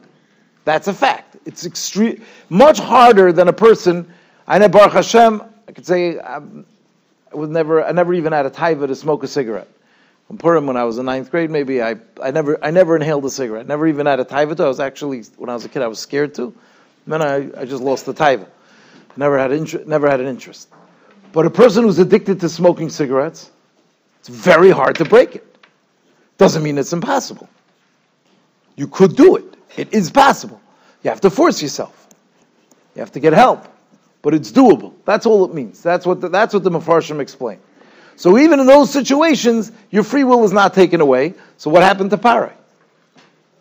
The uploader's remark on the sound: Shiur recorded in Yeshivas Ohr Reuven, Monsey, NY.